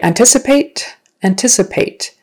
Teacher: The accent is on the second syllable.